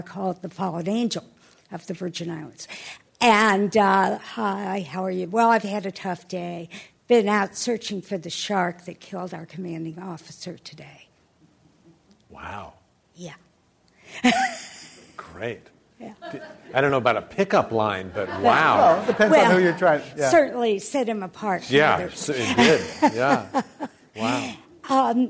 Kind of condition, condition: setting, live audience